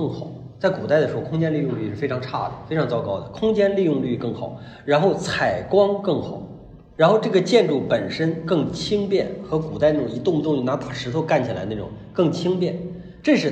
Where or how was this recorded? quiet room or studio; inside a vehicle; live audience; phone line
live audience